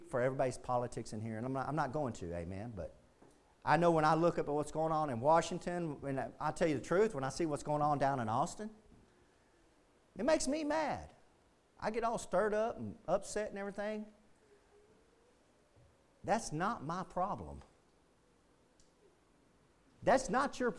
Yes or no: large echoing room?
yes